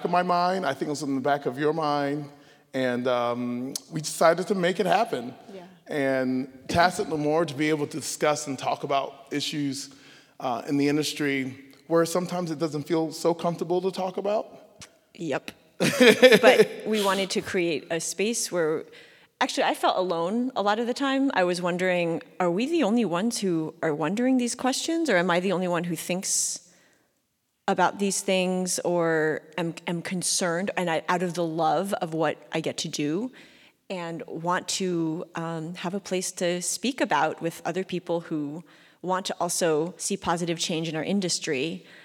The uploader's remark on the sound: Live from the National Orchestral Institute. First show on the road in front of a live audience! Gildenhorn stage at The Clarice at the University of Maryland.